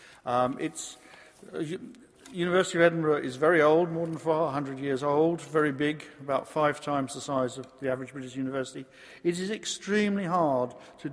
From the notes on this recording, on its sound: Recorded on Friday 19 November 2010 at the University of Edinburgh's McEwan Hall.